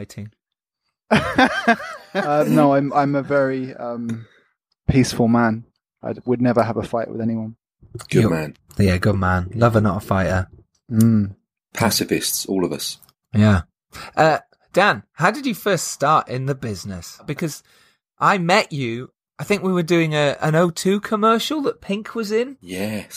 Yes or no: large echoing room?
no